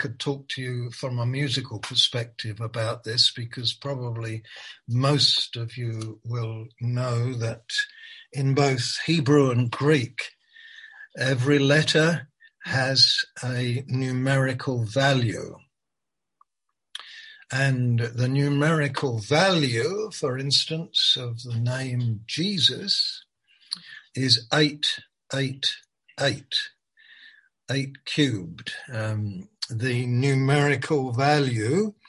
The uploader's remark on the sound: Malaysia Meets (Zoom)